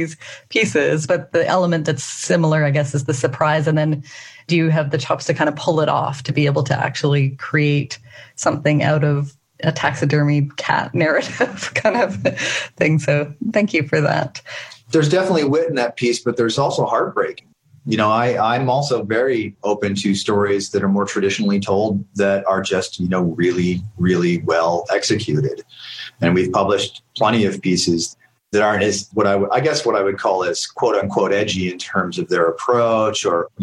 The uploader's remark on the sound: Answering questions from the live cohort who came to our call attended by writers in the Lit Mag Love course. This call happened in the first year of the pandemic.